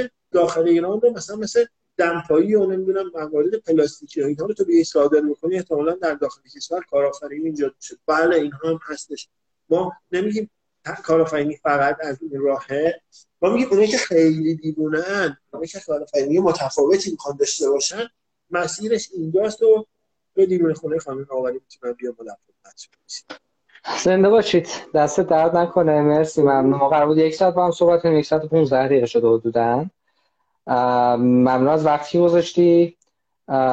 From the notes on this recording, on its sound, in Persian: فایل صوتی اینستالایو